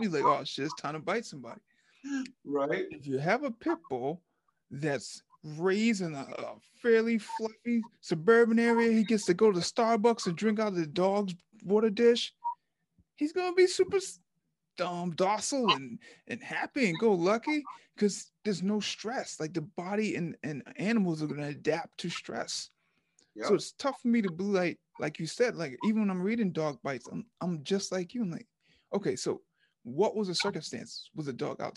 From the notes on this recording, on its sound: zoom social distancing